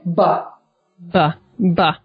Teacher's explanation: the B, where you're squeezing your lips together and then exploding them open.